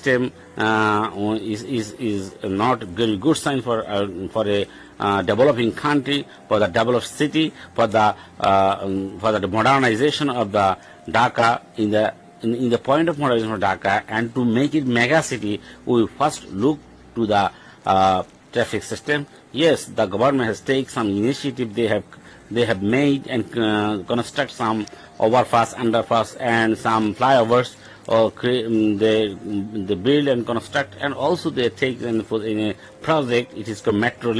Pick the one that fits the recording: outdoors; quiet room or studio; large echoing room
outdoors